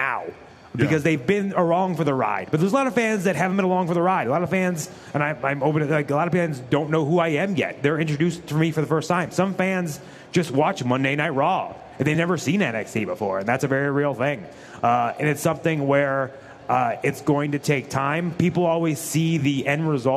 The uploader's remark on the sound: LIVE from the LA Convention Center, as they prepare for WrestleMania weekend!